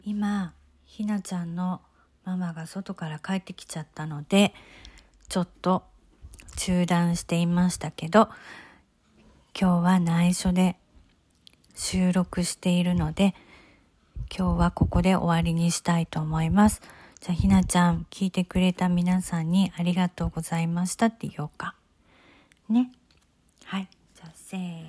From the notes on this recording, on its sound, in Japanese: 日本から私の住むアメリカ東海岸に遥々遊びにくてくれた「特別ゲスト」との素敵な時間を残したくて収録に臨みました。録音を聞きかえすと、背後には、私がカレーを煮込むお鍋からの音が聞こえます。